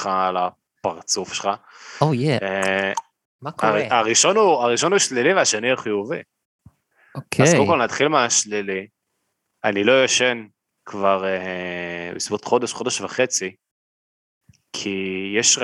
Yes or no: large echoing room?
no